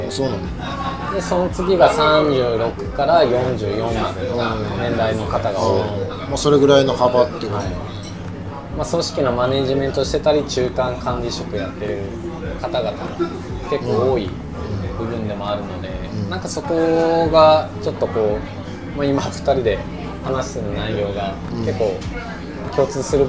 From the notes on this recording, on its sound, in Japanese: 焼肉屋さんで突然の収録で騒がしいですが、そんな場だからこその熱い談義になりました。